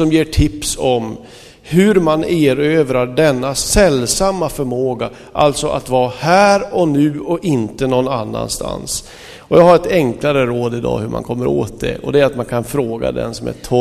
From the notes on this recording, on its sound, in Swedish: Inspelad i Smyrnakyrkan, Göteborg 2005-05-08.